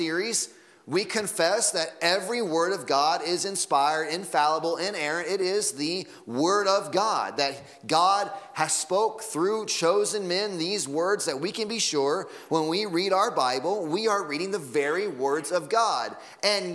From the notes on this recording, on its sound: Sunday Morning Sermon Audio